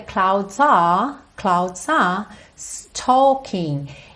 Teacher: esse R, ele não enrola a língua